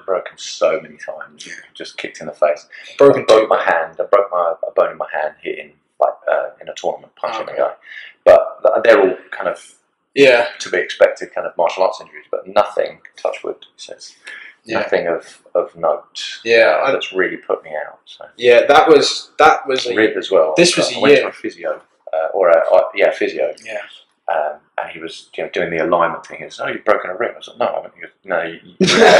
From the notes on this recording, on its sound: The camera cut out for some reason. As the episodes go one, things will go smoother, and the audio/video quality will improve as equipment and better camera technique is used.